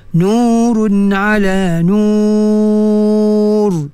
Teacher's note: Nurun ala nur, tebalkan roh hujung tu, ya. Ha, roh bila waqaf disukunkan, sebelumnya waw sukun, ya, dan sebelumnya, sebelum waw tu baris dhamma, nun baris dhamma, jadi roh tu mesti ditebalkan